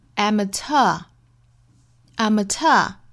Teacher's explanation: 也可以按照原声的这种读法，把重音放在后面